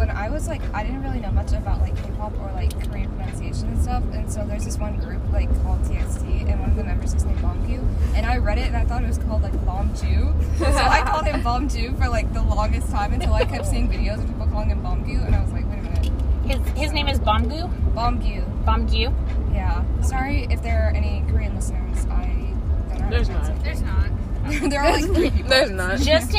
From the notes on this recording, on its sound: This time we are driving home from the camp out.